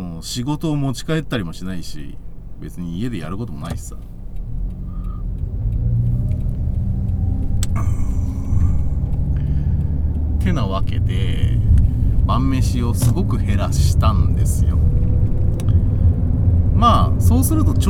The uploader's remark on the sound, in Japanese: 君は助手席で眠っていて。ただ運転して、ただ話してるから。車の走行音と運転手の声を遠くに聞きながら。